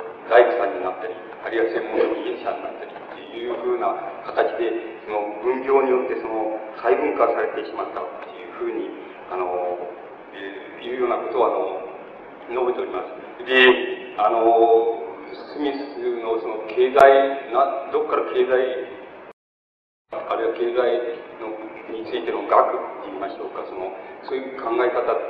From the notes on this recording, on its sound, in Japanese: 主催：日本大学三崎祭実行委員会。場所：日本大学経済学部７Ｆ大講堂。広い講堂の講演を客席から録音。ノイズも入り、音質はよくない。